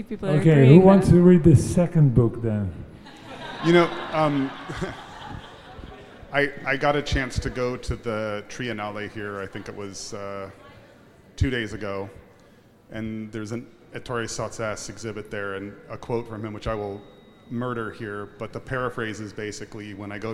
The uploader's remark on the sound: Speaking live from Milan Design Week 2023